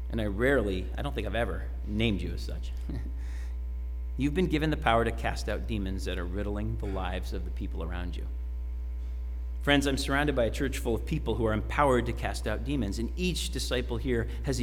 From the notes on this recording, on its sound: Sermon preached at RCHP on September 26, 2021.